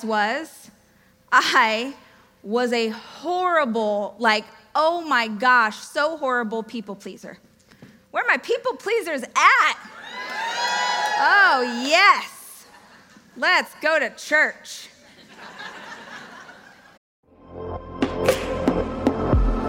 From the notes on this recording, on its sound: This excerpt is taken from my keynote speech. Amazing event Experts Academy.